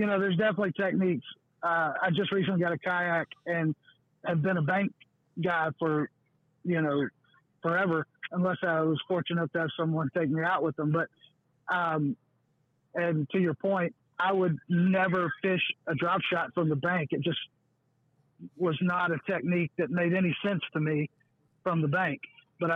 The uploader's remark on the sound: The MONSTERBASS Live callers. With the phone lines open live and in real time, the listeners get in on the action as well.